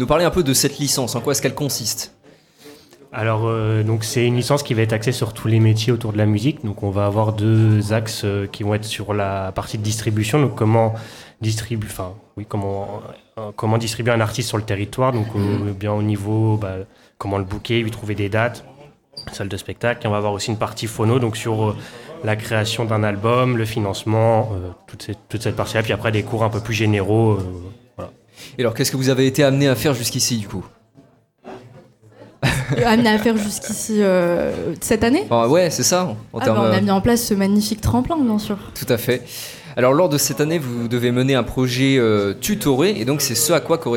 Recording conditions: busy venue